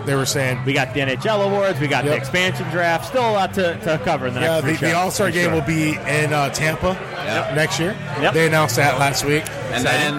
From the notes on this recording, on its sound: In The Box 06-03-2017 Live from Old Shillelagh.